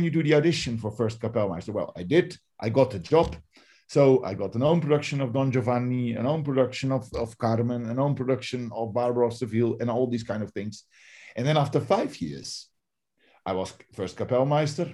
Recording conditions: video call